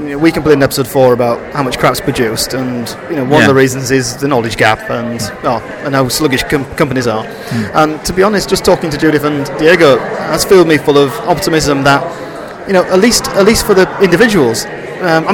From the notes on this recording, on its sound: Recorded at Web Service Award 2013 in Stockholm, Sweden.